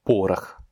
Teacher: le deuxième O n'est pas accentué, il se prononce donc comme un A